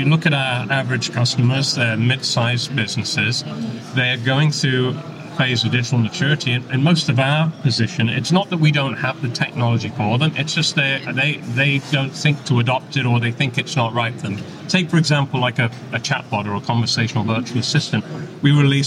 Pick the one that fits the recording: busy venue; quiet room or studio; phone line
busy venue